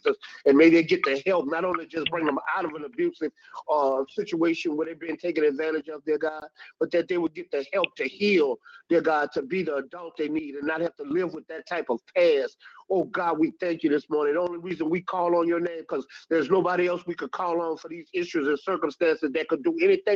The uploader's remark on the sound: 6AM Prayer Call. Live Prayer.